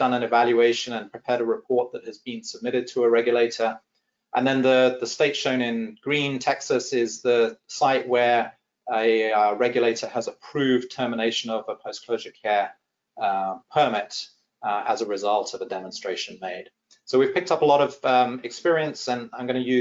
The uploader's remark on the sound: This is an audio version of the FGI webinar.